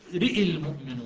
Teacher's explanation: فقط الترقيق يكون على الراء أما الألف تذهب في التقاء الساكن · Term: الإمالة